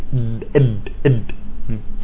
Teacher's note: الباء والميم هذه تخرج من غير ضم الشفتين، تمام، وإنما بانطباق الشفتين